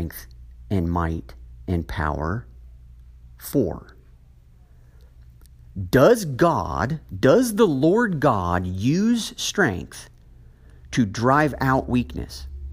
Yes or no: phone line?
no